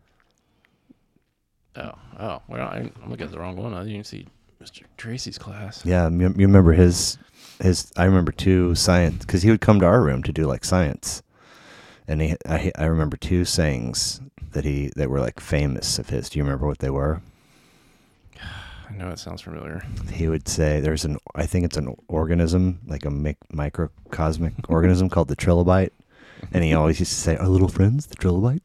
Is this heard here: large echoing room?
no